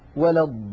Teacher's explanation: ونحن نعلم يا إخوة أن الحرف المشدد حقيقته حرفان، حرف ساكن وبعده حرف متحرك. يعني اللام في كلمة الضالين هي لامان في الحقيقة، لام ساكنة وبعدها لام مكسورة. فالألف في قوله تعالى ولا الضا جاءت بعدها اللام الساكنة، إذن تحقق الشرط، فهذا المد لابد من تطويله. · Term: لام مشددة